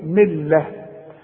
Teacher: التاء المربوطة بتتحول الى ه